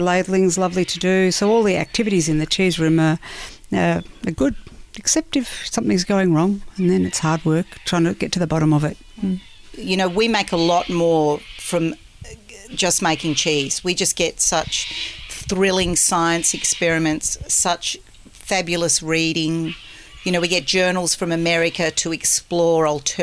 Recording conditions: outdoors